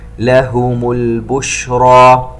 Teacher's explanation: نلاحظ التفشي، انتشار الصوت عند حرف الشين